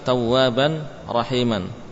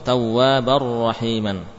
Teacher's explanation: Hilang sama sekali tanwinnya. · Shown in: second take · Datnya hilang, juga sifatnya. · Term: idgham